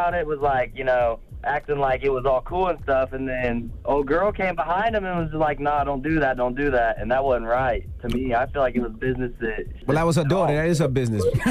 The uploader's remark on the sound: So we opened up the phone lines